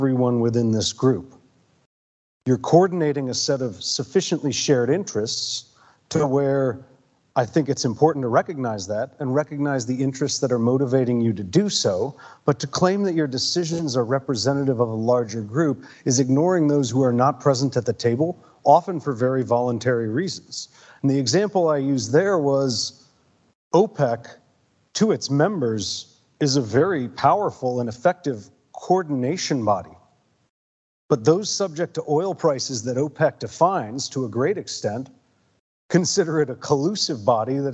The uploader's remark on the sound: This episode was recorded live at the ‘What’s Governing Web3?’ conference in Melbourne.